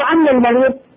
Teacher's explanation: تقلد الهمزة عين لغة عنعنة